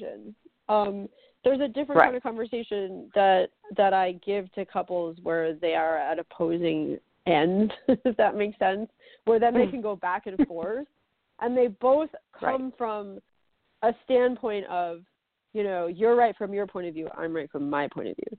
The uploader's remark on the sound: A Call-In Show